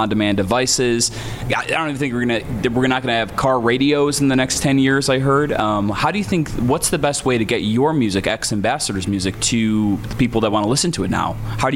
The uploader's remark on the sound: Backstage before their sold out show at Chicago&#8217;s Aragon Ballroom. Backstage before their sold out show at Chicago’s Aragon Ballroom.